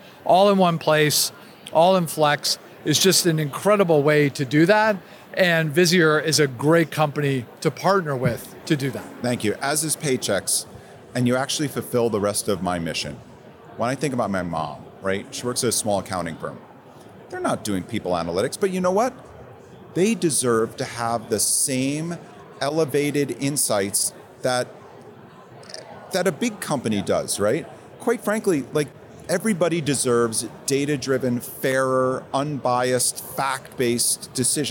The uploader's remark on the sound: Live from the floor of the 2023 HR Technology Conference